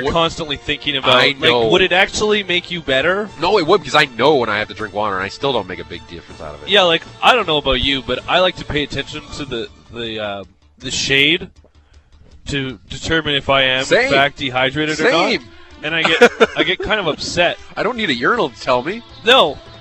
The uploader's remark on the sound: The guys are live on location at Red Deer Golf Club.